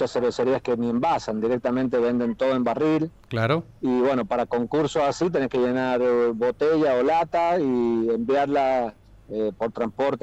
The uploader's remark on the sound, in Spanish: Charlamos por teléfono.